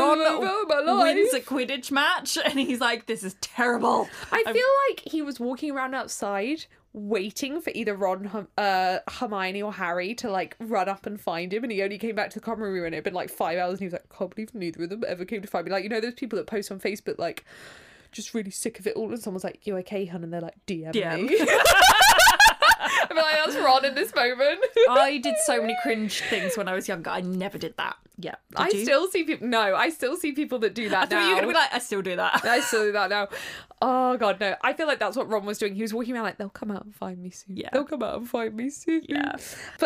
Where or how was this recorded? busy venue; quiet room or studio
quiet room or studio